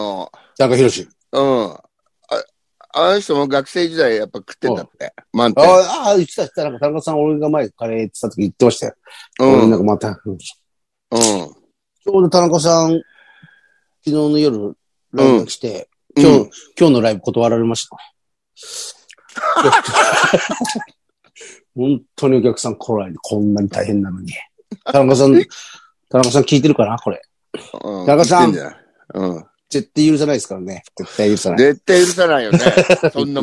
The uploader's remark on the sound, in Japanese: ZOOMで収録